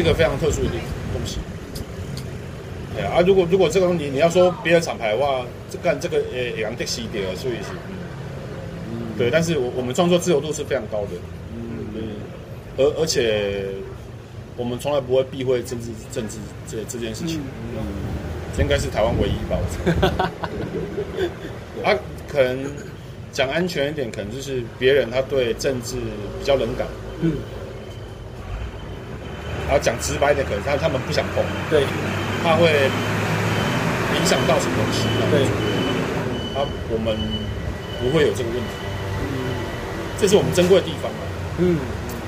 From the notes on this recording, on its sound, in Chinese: 錄音地點：台南 牽咖啡